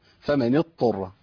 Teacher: ينطق الطاء ويسيب الضاد، بينطق طائين، بيضغم الضاد في الطاء